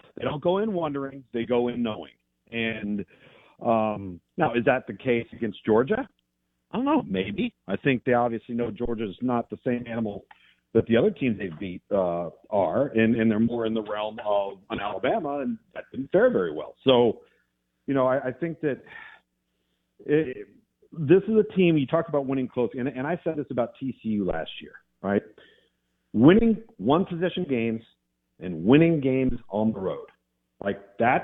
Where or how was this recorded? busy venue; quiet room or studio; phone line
phone line